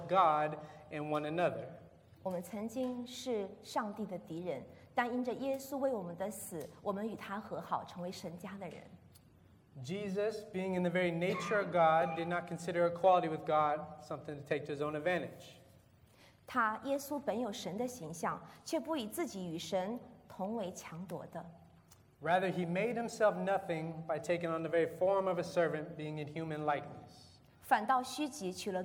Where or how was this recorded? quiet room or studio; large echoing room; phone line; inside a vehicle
large echoing room